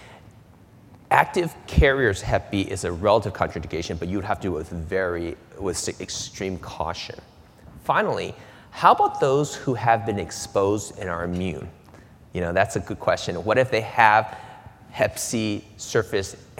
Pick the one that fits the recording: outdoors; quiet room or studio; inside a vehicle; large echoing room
large echoing room